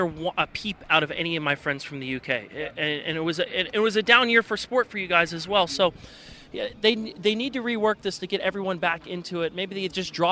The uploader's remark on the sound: From the rooftop garden of Barasti.